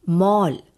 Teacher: In these words, the vowel sound is the open O. A lot of people pronounce the vowel sound incorrectly as A.